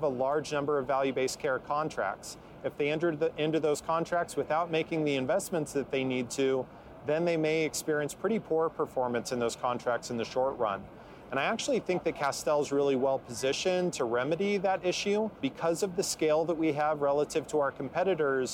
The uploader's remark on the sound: Recorded on location at HIMSS21 in Las Vegas.